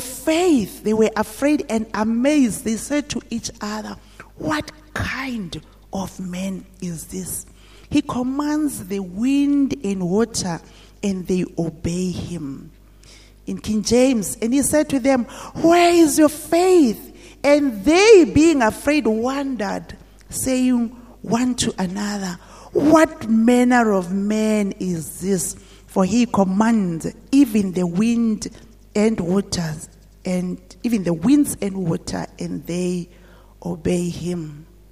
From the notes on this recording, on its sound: at GTCFC City Campus at the morning service